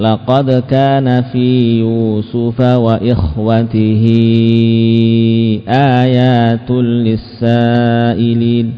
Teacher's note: terjadi mad silah karena diapit oleh huruf ta yang berharokat kasrah dan hamzah yang berharokat fathah. Nah, kemudian panjangnya disetarakan dengan panjang mad mad jaiz yaitu 4 harokat karena mad silah ini bertemu dengan hamzah ya, bertemu dengan hamzah pada kata ayat ya. · Term: mad silah kubra